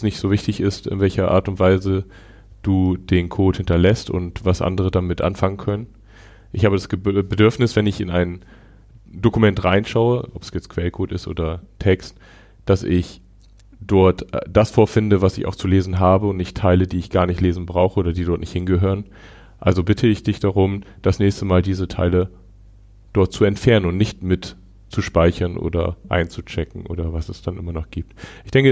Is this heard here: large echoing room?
no